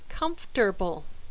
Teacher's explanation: In this word, the second vowel is skipped, and the A is also skipped, plus the RT is reversed and pronounced as tur. So this ends up sounding like comfortable.